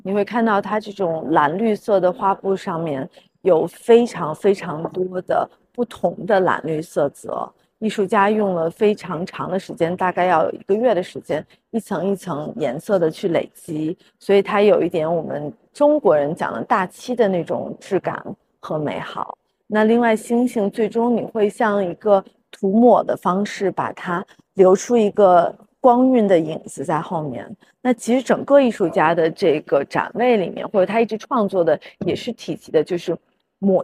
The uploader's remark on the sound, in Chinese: 西岸现场快问快答。现场观展客人众多，杂音较重。本次我们特别邀请了西岸艺博会现场的画廊主理团队接受我们的快闪提问与部分作品导览解读。